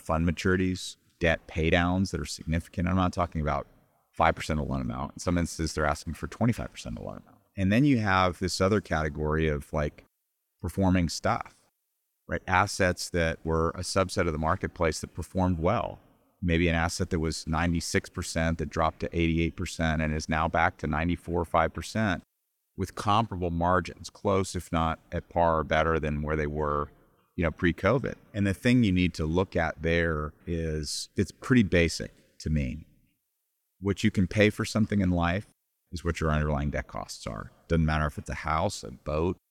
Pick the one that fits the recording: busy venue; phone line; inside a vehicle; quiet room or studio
busy venue